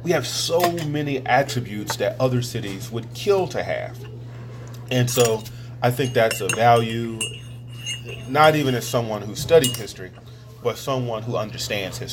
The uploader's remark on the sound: over a meal at Pat's Diner